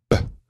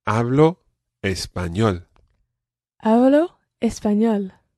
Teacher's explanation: Now, one thing we've got to watch with this phrase is the pronunciation of the letter B. It's not a very plosive B like B. · Shown in: second take · It's more Hablo español.